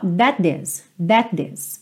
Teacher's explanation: Vai ficar juntinho um T só